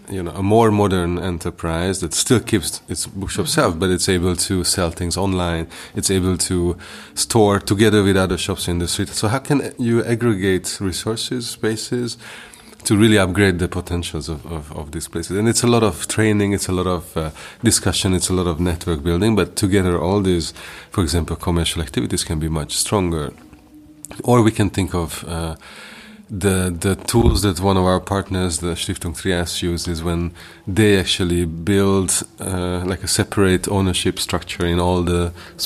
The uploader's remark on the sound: This episode was recorded in the context of the 7th Informed Cities Forum (see here ) in Warsaw.